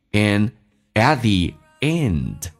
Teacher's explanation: and 的 d 去掉， at 的 t 也去掉，这叫略音